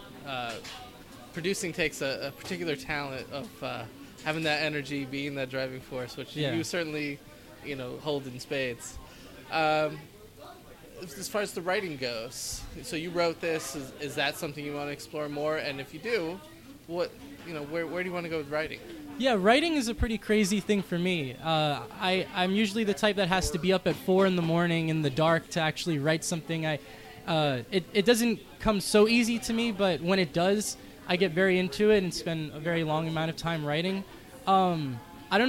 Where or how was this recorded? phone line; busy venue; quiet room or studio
busy venue